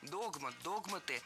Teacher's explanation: Раньше словари требовали ударения на первом слоге – догмат, догматы.